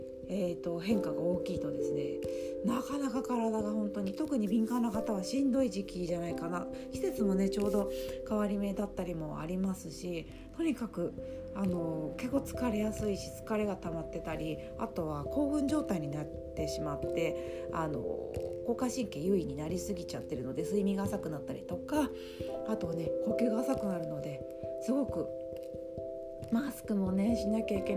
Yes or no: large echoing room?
no